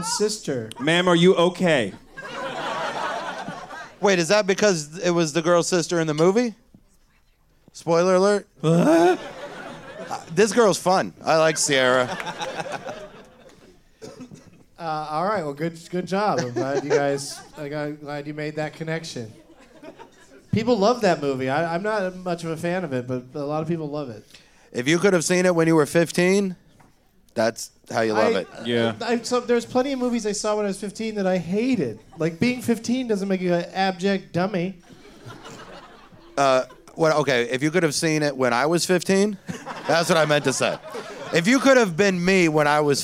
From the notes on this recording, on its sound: Live from the Punchline in Sacramento